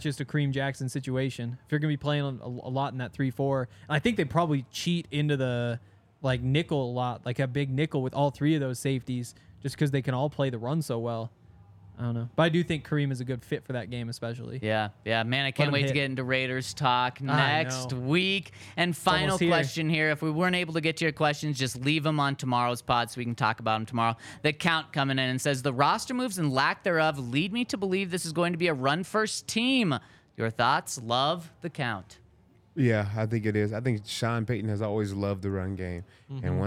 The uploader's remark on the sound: coming to you LIVE from the DNVR Bar